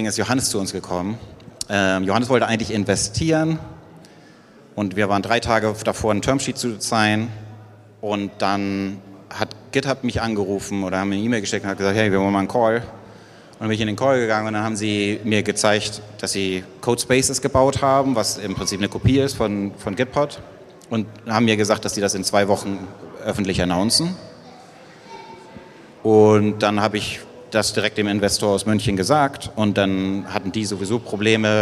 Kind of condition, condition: setting, live audience